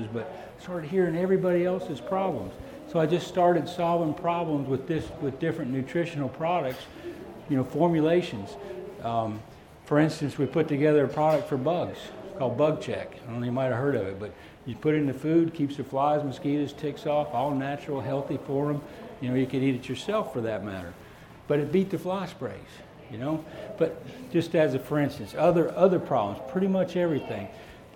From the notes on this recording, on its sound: Mineral Wise and Salt Poor (Fall 2017 Equine Affaire). Seminar/Discussion recorded live from the Fall 2017 Equine Affaire in Springfield MA.